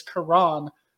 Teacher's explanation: You did get the first name slightly wrong. It's the emphasis is on the second syllable